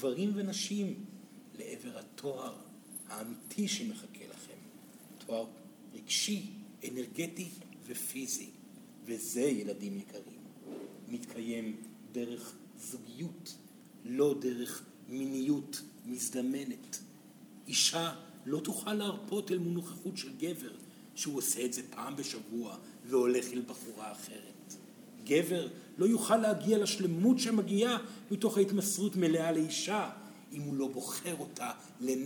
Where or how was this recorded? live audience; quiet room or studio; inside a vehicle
live audience